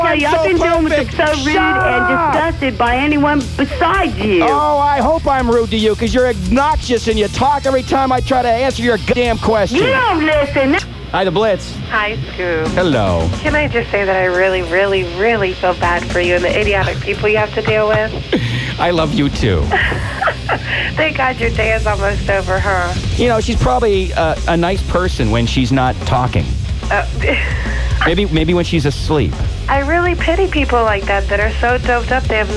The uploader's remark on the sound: These are a series of phone calls I received while working at 99-7 The Blitz In Columbus, Ohio.